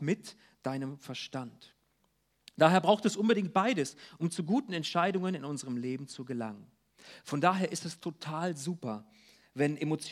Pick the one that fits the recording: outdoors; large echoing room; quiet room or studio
large echoing room